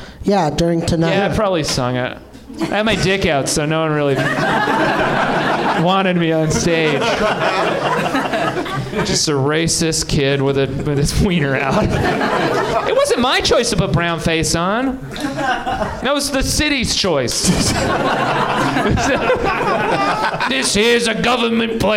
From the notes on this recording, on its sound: Live from the NerdMelt Showroom in LA